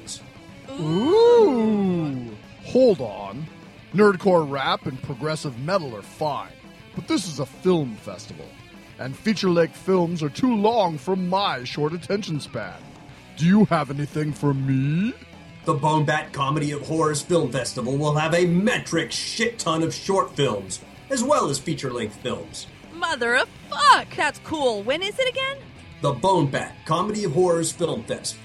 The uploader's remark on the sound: a "King" size episode straight from the aisles of Emerald City Comicon 2012